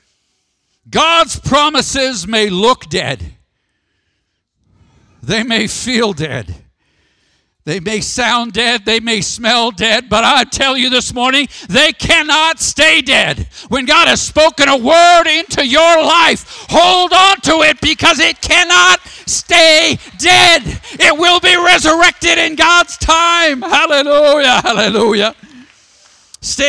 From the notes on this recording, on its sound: Sermon audio from the June 23rd, 2019 worship service.